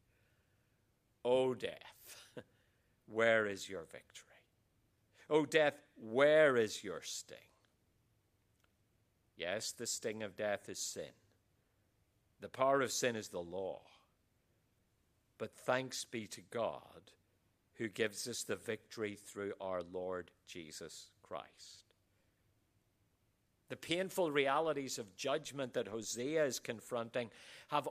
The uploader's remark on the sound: QTC Chapel Service. Queensland Theological College.